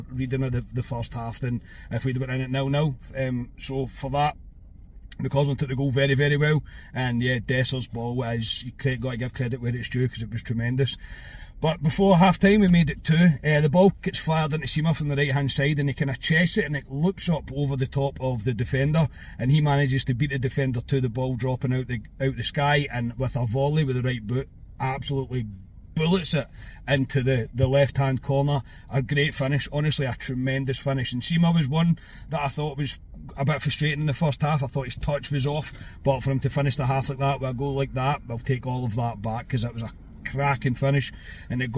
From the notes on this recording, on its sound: Reaction from the car after leaving Ibrox.